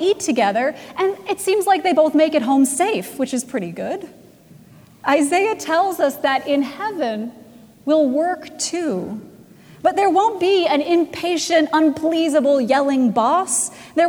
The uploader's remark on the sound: Recorded August 27, 2017 at Trinity Presbyterian Church in Bixby, Okla.